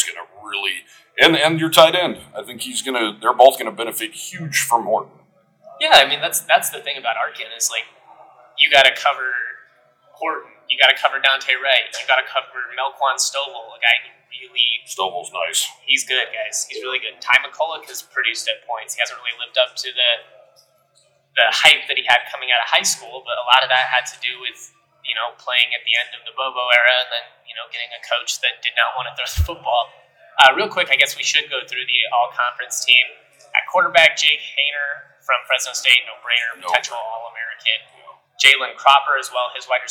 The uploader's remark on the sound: Live from Mountain West Media Days. At the Mandalay Bay in Las Vegas.